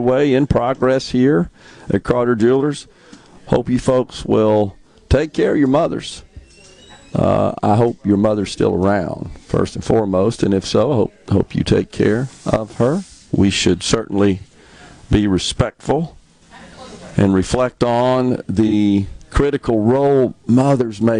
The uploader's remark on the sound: MidDays is LIVE from Carter Jewelers on High Street in Downtown Jackson today